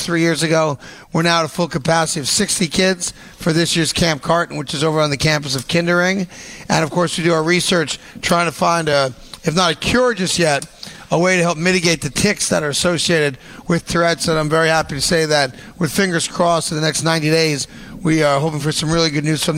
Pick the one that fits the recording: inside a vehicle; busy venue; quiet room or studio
busy venue